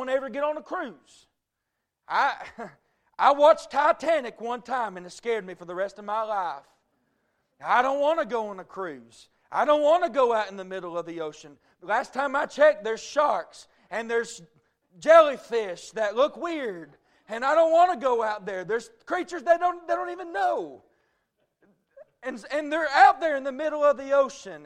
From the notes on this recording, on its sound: A message preached at Crossroads Baptist Church